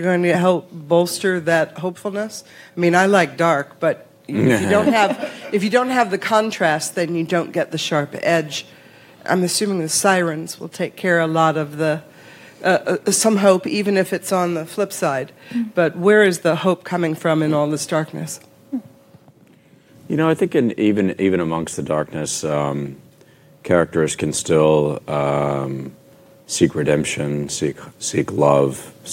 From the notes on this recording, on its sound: Then stick around for audio from the cast Q&#38;A session that followed the screening. Tribeca TV Festival 2017. Tribeca TV Festival red carpet interviews. Then stick around for audio from the cast Q&A session that followed the screening.